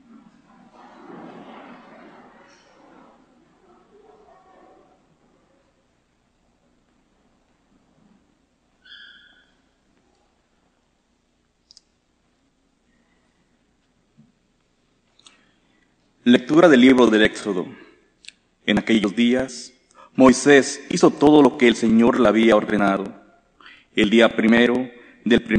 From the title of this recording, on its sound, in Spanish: Santa Misa del jueves 3/8/2023, Iglesia de María Virgen Madre